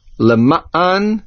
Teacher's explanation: make sure you do not lose the ayin sound, and the main accent is on the mem.